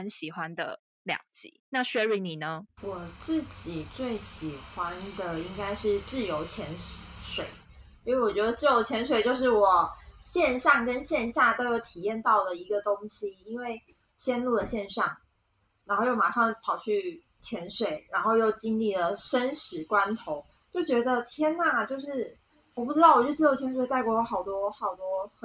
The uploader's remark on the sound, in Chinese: 遠程錄音有點雜音